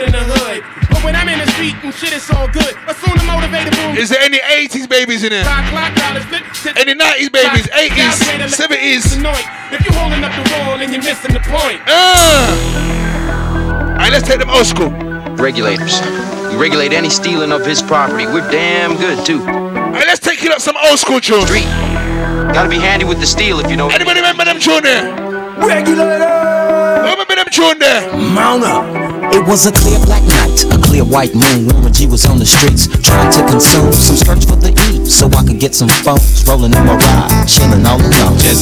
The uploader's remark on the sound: The 407 Chalet after party at the Caribbean Weekender Live set. High vibes and sing alongs!